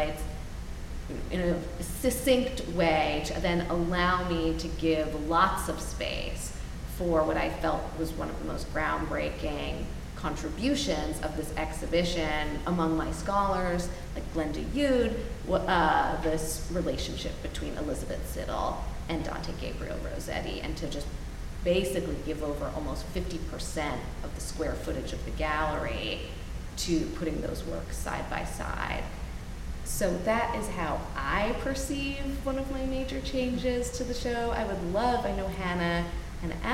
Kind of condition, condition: setting, live audience